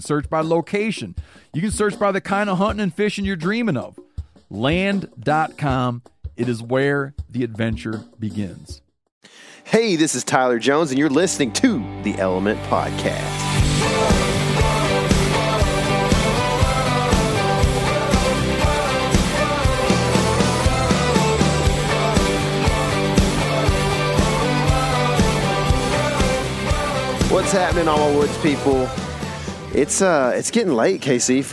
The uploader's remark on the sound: He was kind enought to spend some time on the phone with us while we questioned him all about October bucks.